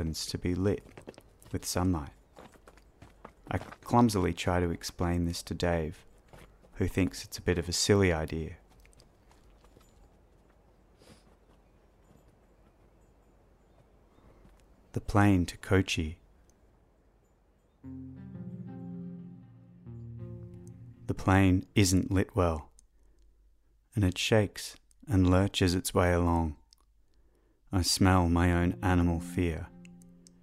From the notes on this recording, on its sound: This episode features a soundscape of recordings done in India and Nepal. A soundwalk along the buzzy, labyrinthine streets of Thamel. Up into the rangy, rocky Himalayas.